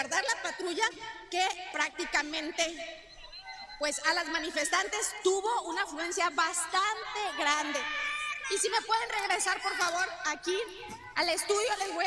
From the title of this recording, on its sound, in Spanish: Marcha en vivo desde zona río Tijuana